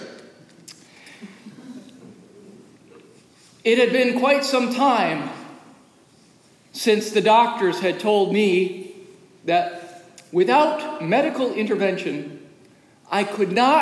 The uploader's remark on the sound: Recorded live during worship in the historic, 317-year-old sanctuary of (Old) Rehoboth, the "Birthplace of American Presbyterianism".